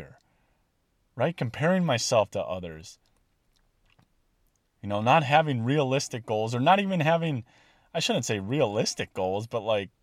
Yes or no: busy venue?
no